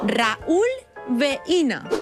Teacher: En el diftong decreixent I-U, la dièresi significa que tenim un iat i que, per tant, es llegen en síl·labes diferents